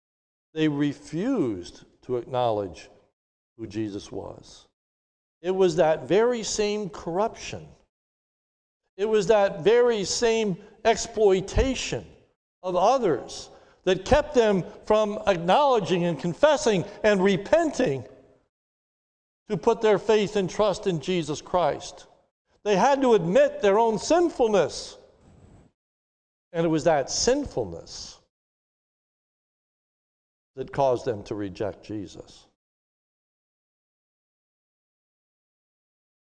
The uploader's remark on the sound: This is a sermon recorded live on Palm Sunday, 03/28/2021 at the Lebanon Bible Fellowship Church in Lebanon, PA during the morning servicwe